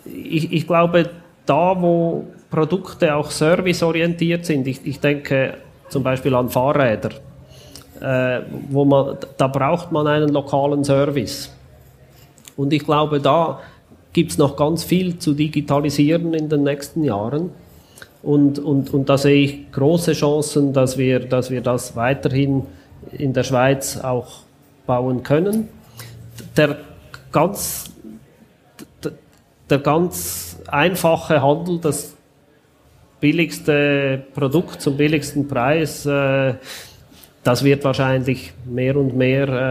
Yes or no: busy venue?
yes